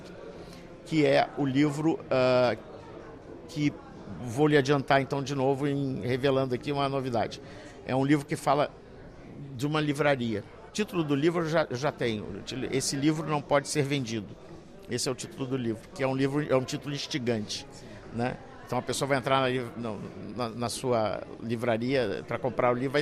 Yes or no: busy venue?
yes